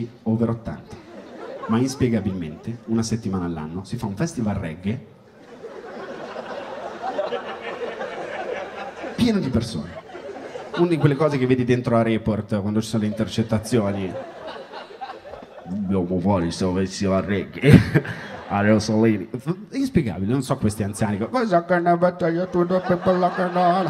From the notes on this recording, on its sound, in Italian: Registrato al Magnolia di Milano.